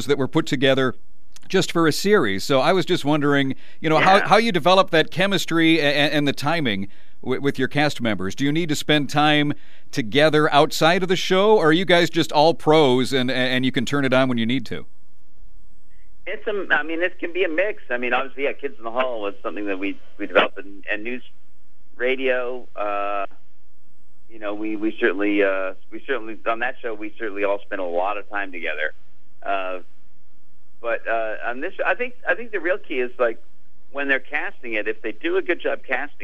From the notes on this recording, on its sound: called